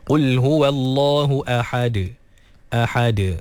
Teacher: Kemudian ha dikeluarkan daripada kerongkong pertengahan. Dan juga dal diqalqalahkan.